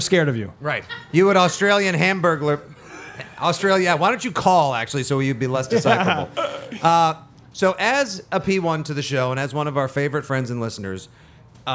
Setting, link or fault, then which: setting, live audience